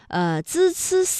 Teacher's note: 滋思思呢发音的时候啊，这舌尖是平伸的，是抵住上齿背或者是下齿背，控制舌尖不要抬起 · Term: 平舌音